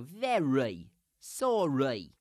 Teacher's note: In Cockney, you can't do that. The R really stays in, but you want to make sure that it attaches to the second of the two syllables and not the end of the first one.